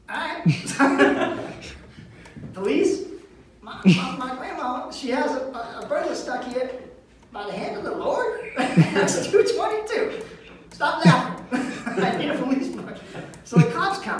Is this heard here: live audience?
yes